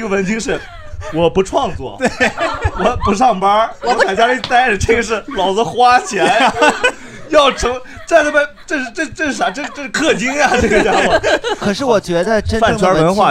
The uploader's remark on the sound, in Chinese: 这是一档由喜剧演员们和现场观众朋友们共同录制的播客节目。